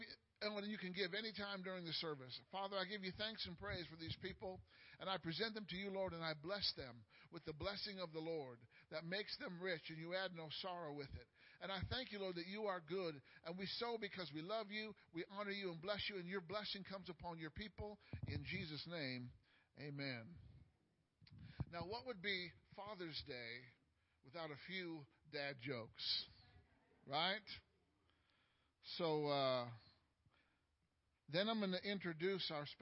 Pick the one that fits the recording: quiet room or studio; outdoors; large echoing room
large echoing room